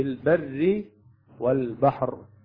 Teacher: بر الراء مكسورة ترقق